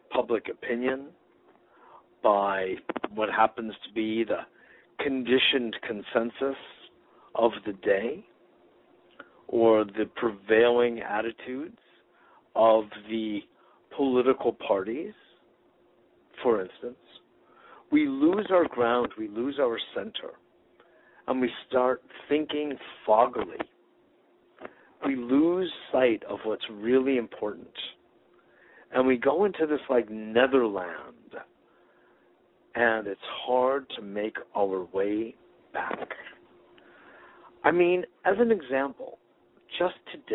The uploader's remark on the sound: Today is a chance for listeners to call.